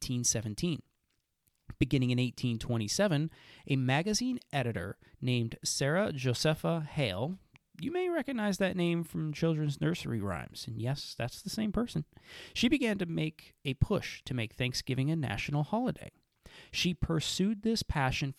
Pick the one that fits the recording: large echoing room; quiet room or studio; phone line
quiet room or studio